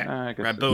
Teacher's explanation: You got to put your stress on the bone.